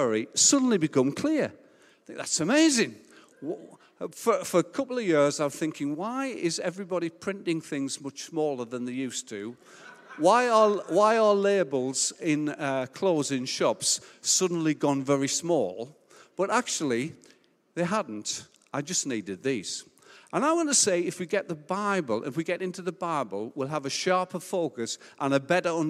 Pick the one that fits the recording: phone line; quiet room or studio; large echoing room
large echoing room